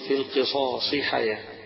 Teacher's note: هذه الكلمة ختم دي بالصاد حرف صفير من الأمام